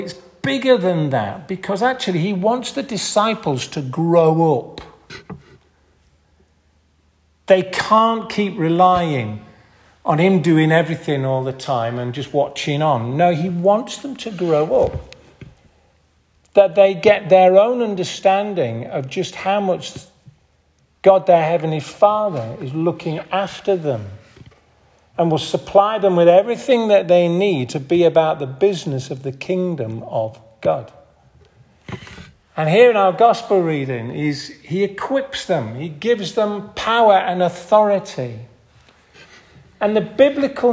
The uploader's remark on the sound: This audio recording was taken from the 10:30 Morning Communion service at St Mary and St John's Church in Hardraw on June 18th 2023.